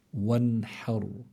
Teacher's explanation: فلو نظرنا منلاقي إلا الحرف الذي قبلها الحاء وعلى فتحة، فإذا الراء هون تكون في حالة التفخيم، فنقول وانحر، بس ما منفخم الحاء، نرقق الحاء لأنه من حروف الاستفال ويلزم من ذلك الترقيق.